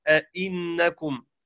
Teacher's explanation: الأولى همزة الاستفهام المفتوحة والثانية الهمزة الأصلية المكسورة أئنكم